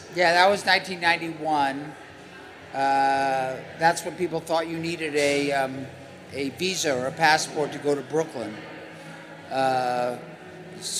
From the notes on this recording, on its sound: LIVE FROM INDUSTRY CITY